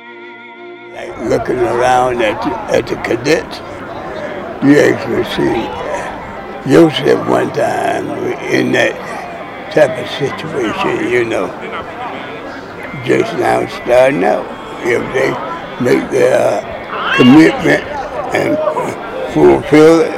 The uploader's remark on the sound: The Festivities include speakers, a marching band, a parade and displays of camaraderie and gratitude from cadets, civilians, community leaders and fellow veterans. The WRGC News Desk brings you this audio postcard from today’s event.